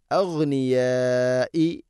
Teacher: മദ് മുത്തസിൽ, നിർബന്ധമായിട്ടും നാലോ അഞ്ചോ ഹർക്കത്തിൻ്റെ ഖദറിൽ നീട്ടണം